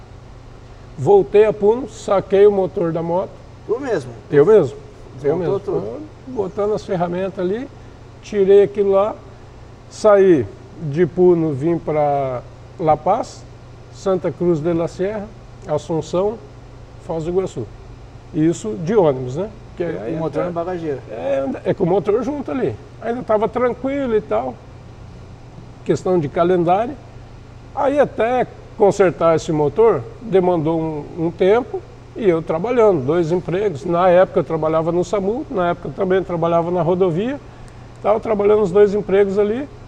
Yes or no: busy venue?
yes